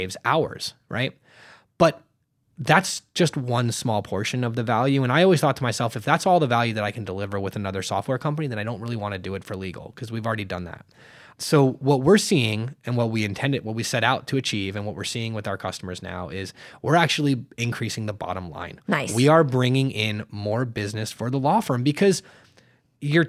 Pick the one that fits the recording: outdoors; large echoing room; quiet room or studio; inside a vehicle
quiet room or studio